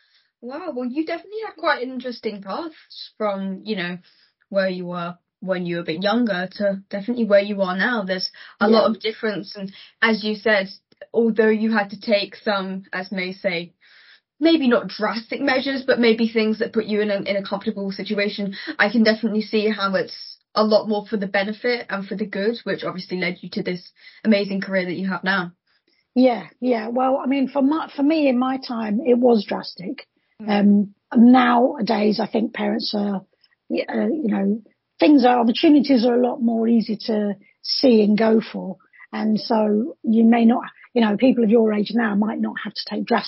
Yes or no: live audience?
no